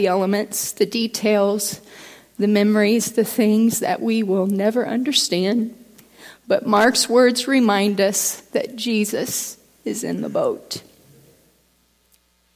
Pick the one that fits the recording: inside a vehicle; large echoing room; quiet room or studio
large echoing room